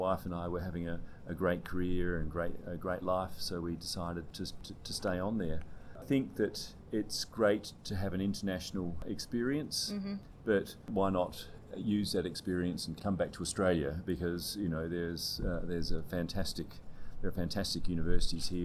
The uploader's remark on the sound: There is some audio interference given it was recorded at the Symposium.